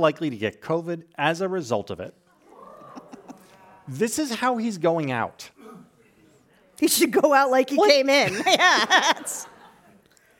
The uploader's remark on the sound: Live from San Francisco! Took San Francisco by storm on Thursday night for a live event!